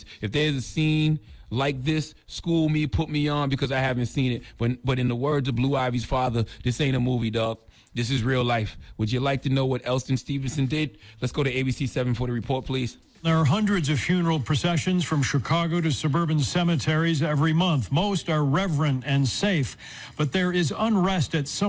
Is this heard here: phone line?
yes